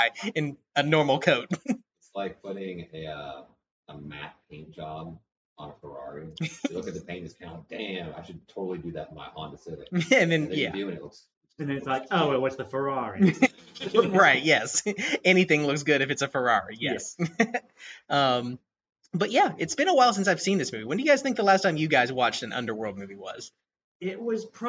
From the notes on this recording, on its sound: Apologies again for screwing up the audio. Good audio starts at the 10 minute mark.